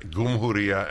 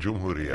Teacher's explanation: So, and a lot of people from the Middle East think that it's an Egyptianized version of Jad, because the J sound becomes G in Egyptian Arabic · Shown in: first take